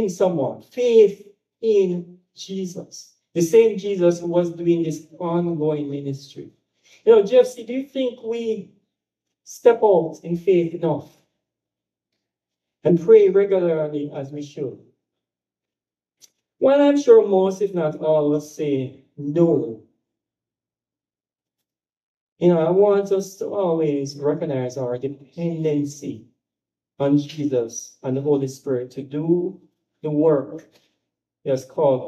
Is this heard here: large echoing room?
yes